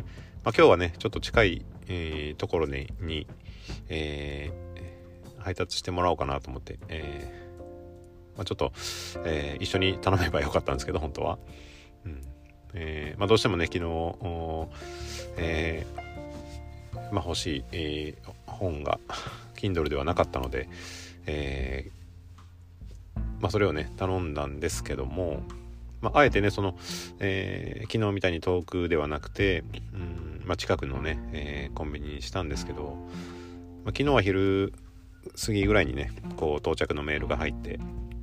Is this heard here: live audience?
no